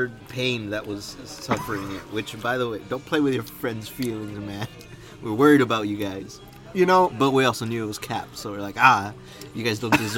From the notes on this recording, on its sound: Recorded at Denny's.